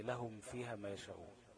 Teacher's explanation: مثال الصغير اللي فيه اظهار زي لهم فيها ما يشاءون، الميم ساكنه بعدها فاء ومتجانسين، الميم والفاء مخرجهم من الشفتين